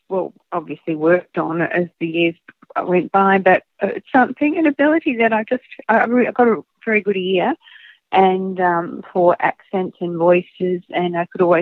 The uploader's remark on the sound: via phone